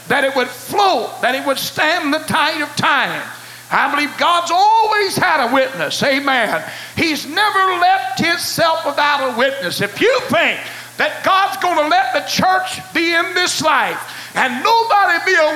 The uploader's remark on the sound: Choices was preached at First Apostolic Church.